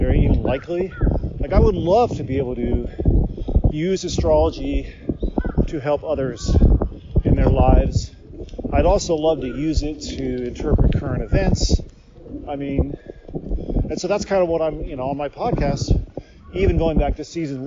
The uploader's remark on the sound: Recorded as I road slowly north on a beautiful winter day here at the start of January 2022 in Japan, this one is just me yakking about all sorts of stuff. Now, there are some sounds of wind into the mic, but folks, it's a bonus episode, which means I don't spend all that much time in post-production!